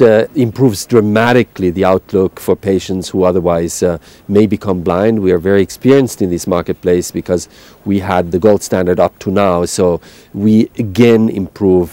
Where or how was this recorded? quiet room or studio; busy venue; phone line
busy venue